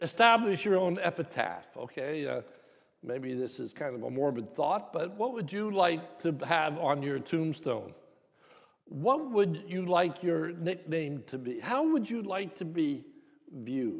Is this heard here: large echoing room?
yes